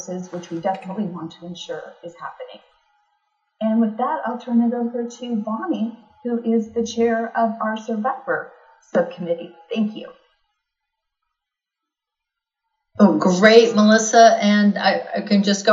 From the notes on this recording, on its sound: This is an audio compilation of the live Federal Advisory Meeting for Veterans, Caregivers, and Survivors, held virtually in Washington DC.